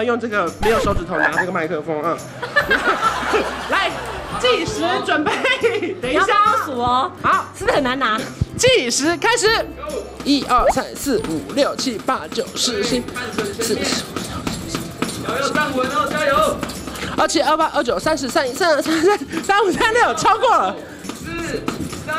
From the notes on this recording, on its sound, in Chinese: 我來到活動現場。UA武裝擂台賽 誰敢來挑戰》。